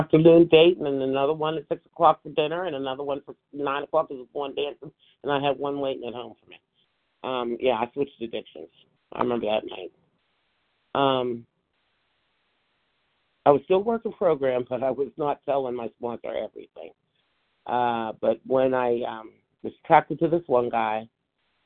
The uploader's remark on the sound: from the 100 Pounders Phone Meeting, 1/17/24